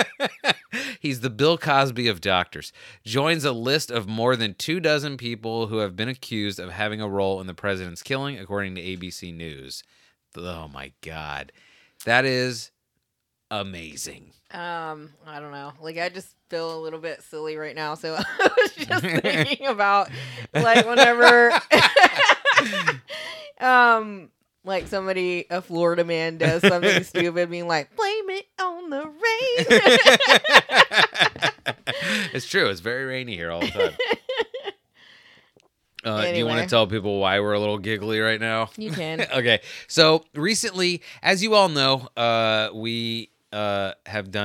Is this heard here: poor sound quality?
no